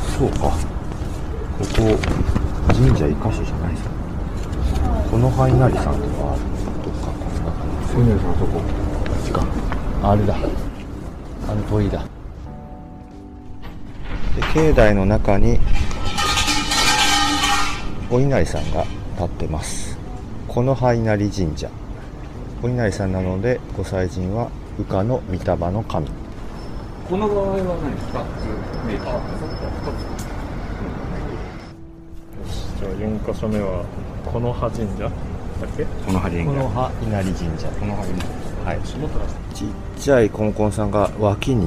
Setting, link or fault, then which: setting, outdoors